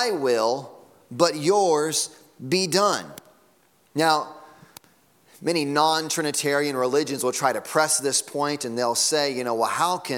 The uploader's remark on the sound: Sunday Morning Sermon Audio.